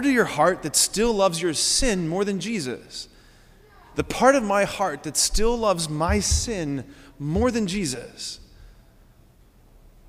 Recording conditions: large echoing room